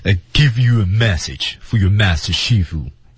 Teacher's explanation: 他的语调特点是下沉的语调。所以 I give you a message for your master Shifu.下去，沉下去，力量感要强。好，他第一次参加。